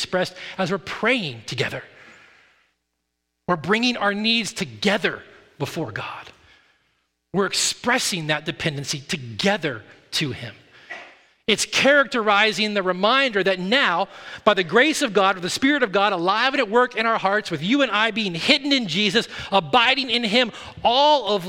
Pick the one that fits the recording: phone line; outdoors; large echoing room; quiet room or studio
large echoing room